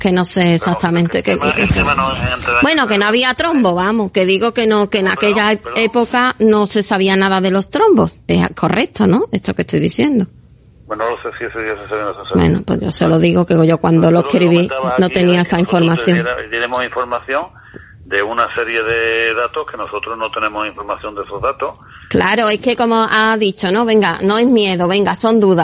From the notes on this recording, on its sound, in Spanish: Conversación telefónica